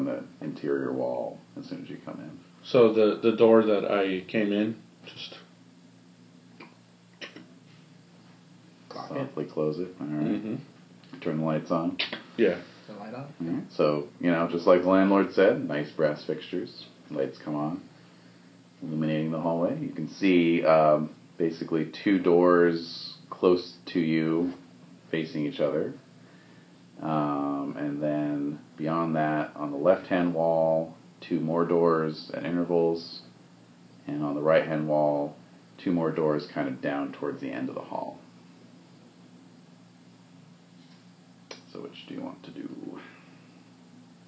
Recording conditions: phone or laptop microphone